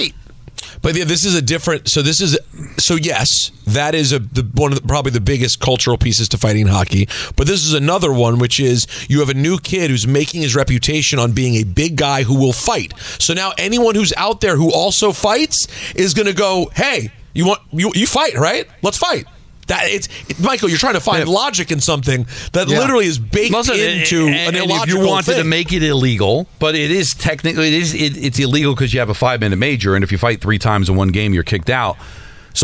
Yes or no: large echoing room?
no